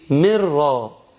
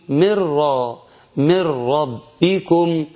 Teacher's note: شيل النون خالص وابدأ لأنها دخلت في الراء والراء مشددة · Term: إضغام